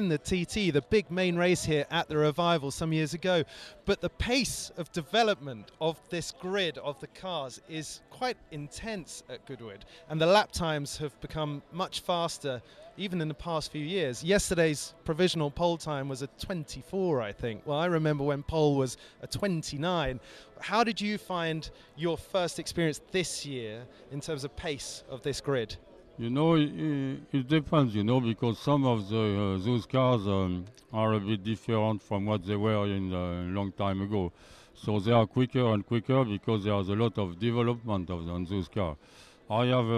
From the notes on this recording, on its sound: live at the Goodwood Revival